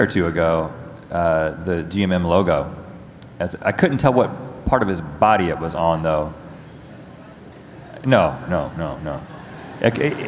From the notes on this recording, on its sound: Live from VidCon. Fan Q&A From VidCon.